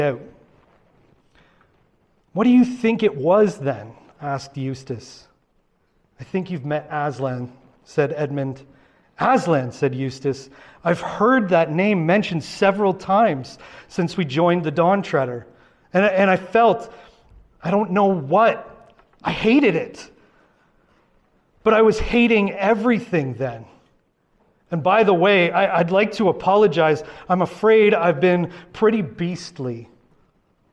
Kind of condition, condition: setting, large echoing room